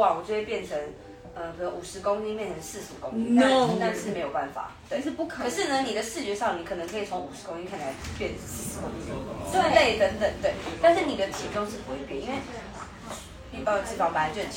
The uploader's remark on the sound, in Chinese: 本集為IG直播側錄收音，錄音品質會受到些微影響。